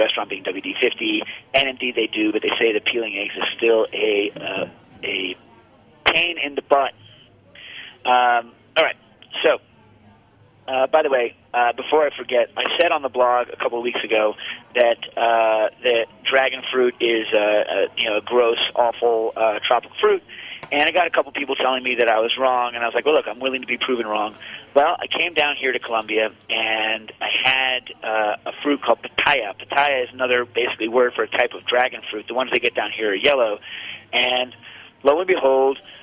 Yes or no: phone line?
yes